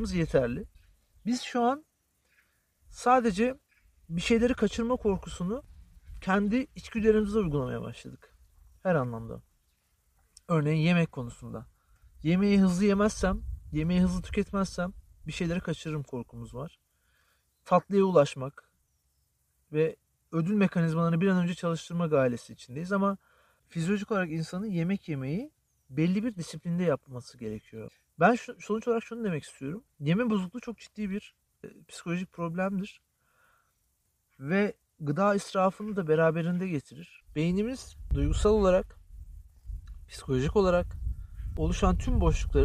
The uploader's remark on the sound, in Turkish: Özür dileriz: Bu bölüm açık havada sert bir rüzgar altında çekildiğinden ötürü bazı yerlerde yoğun bir arka plan sesi içermektedir.